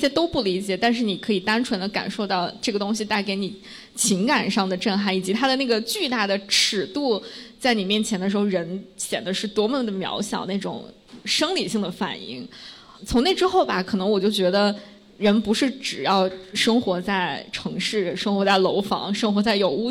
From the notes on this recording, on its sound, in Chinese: 在北京一间非常有设计感、清新明快的「PIN 3口咖啡」顺利起飞！也和现场 30 位可爱的听友一起。